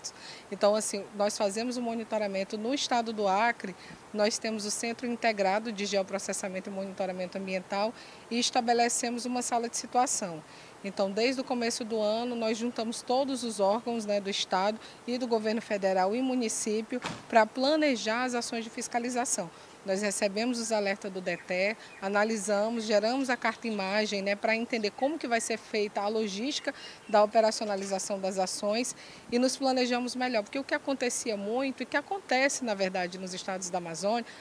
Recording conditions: busy venue